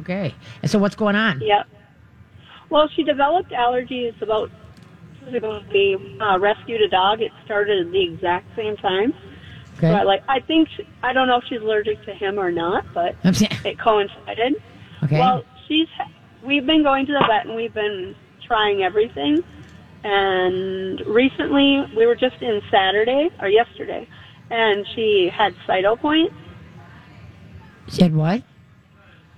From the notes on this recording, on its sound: live from the State Fair!